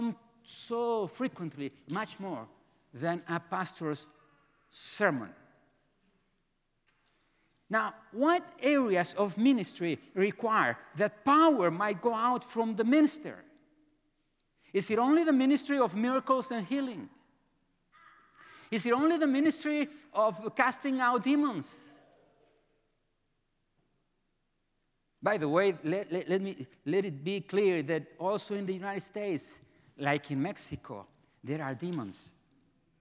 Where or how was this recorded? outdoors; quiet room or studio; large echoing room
large echoing room